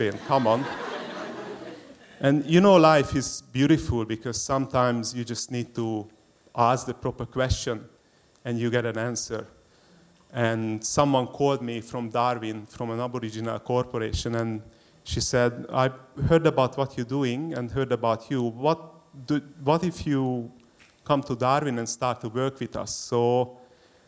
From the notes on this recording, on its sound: SPUN: True Stories Told in the Territory is a live storytelling event that showcases some of the extraordinary people and stories that make up the Northern Territory.